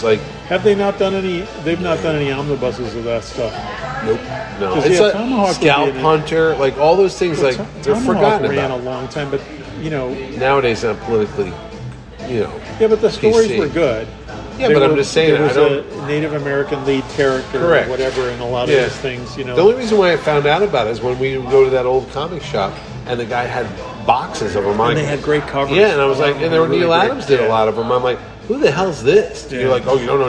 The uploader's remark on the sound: back at Colony Grill